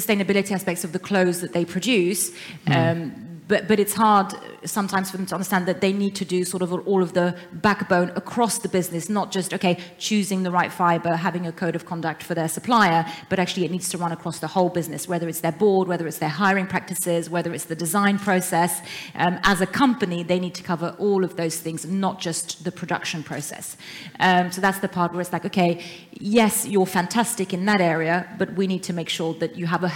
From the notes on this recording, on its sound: We revisit a talk from the Transformation Conference in Helsinki back in May of this year. In this live panel talk.